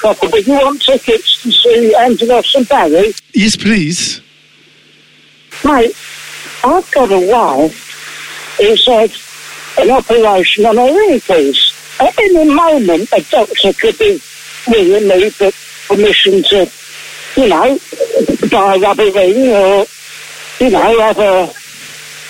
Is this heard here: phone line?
yes